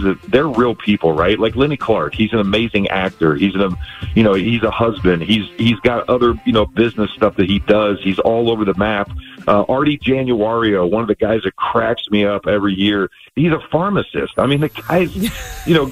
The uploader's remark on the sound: called into Morning MAGIC